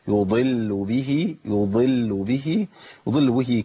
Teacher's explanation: يضل به، ما اقولش يضل، اللام عندي مرققه عند الامام حفص وعند الامام ورش